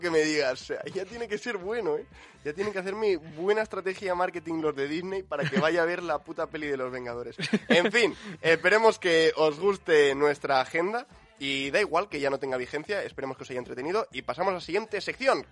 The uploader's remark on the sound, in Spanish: La mejor entrevista de la historia de la carrusa ha tenido lugar por teléfono. Nos lo cuenta mientras recoge sus cacas.